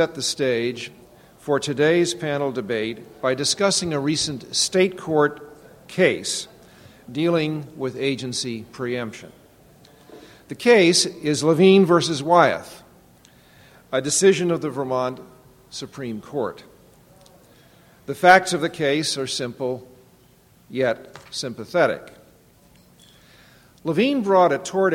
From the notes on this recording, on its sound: The Federalist Society's Administrative Law Practice Group presented this panel discussion at the 2006 Annual National Lawyers Convention.